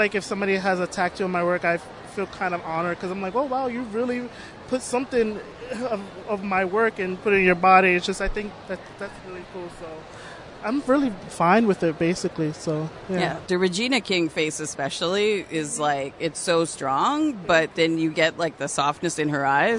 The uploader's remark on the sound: recorded at Toronto Comicon